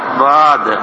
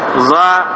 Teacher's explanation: والضاد لا تفترق عن الظاء إلا باختلاف المخرج وزيادة الاستطالة